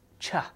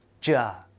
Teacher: you should not feel your vocal cords moving when you make a ch sound